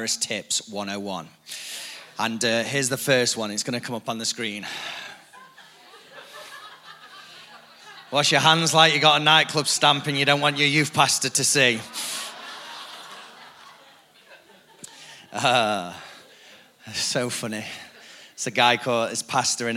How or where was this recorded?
large echoing room